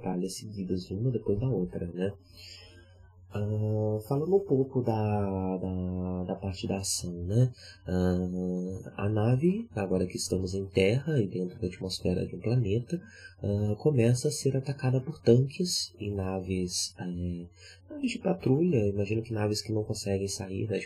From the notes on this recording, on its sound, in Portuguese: Tive alguns problemas na gravação e a qualidade do áudio desse episódio ficou um pouco pior.